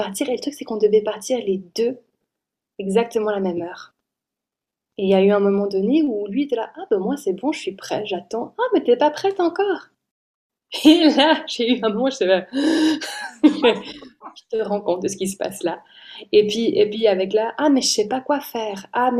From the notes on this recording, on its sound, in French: Je vous invite à découvrir ou redécouvrir les interventions magnifiques enregistrées en Mars 2022, lors du Sommet Virtuel "Take It Féminité : être une femme active et émotive en 2022".